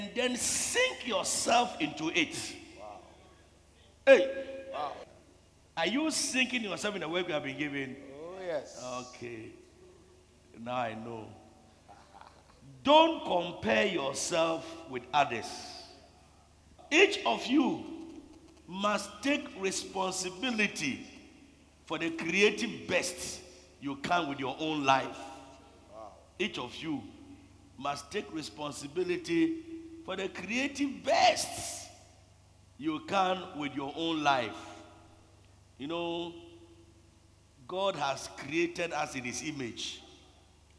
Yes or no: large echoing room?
yes